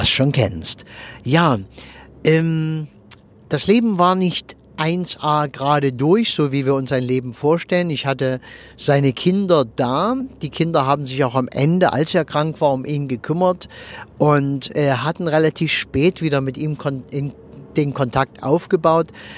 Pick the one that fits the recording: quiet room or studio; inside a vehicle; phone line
inside a vehicle